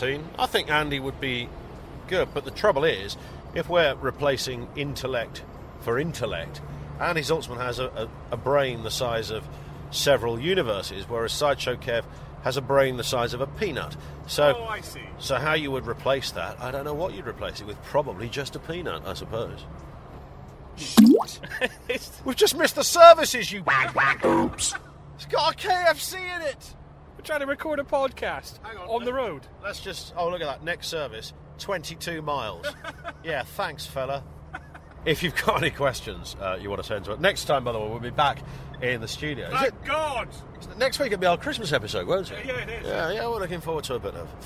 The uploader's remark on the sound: ROAD TRIP!! In what must be a UK first, this week's show is recorded from inside a car, as the lads venture North to go off-road driving!